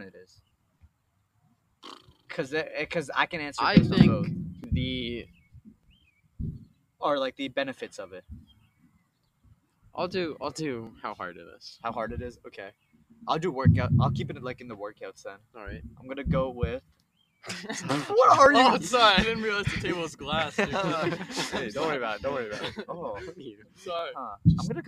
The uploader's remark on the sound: Still some production issues with the microphone